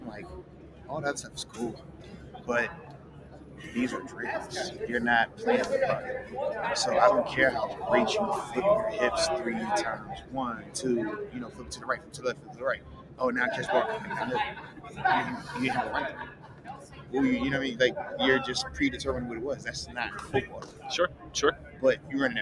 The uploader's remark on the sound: LIVE from the NFL Combine